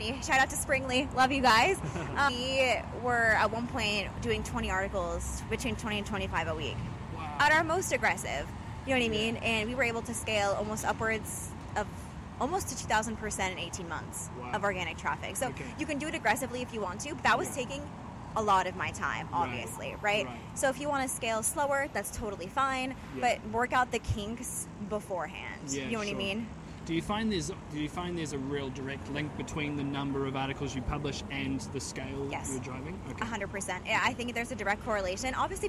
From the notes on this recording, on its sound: We walked through the hustle and bustle of Paris (sorry for the loud bus noises at times!).